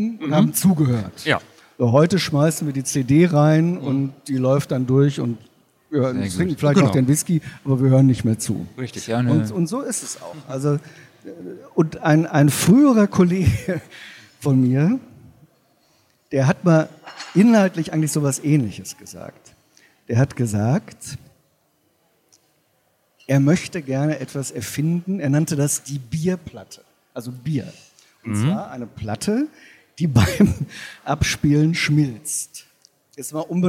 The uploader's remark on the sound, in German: spricht mit uns auf der LEaT con in Hamburg